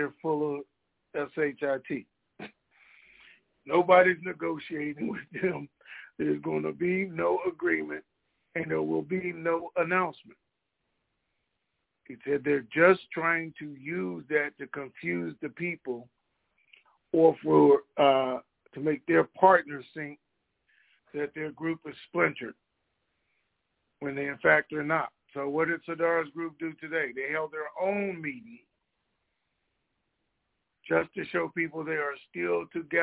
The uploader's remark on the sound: TNTSuperfantastic Conference Call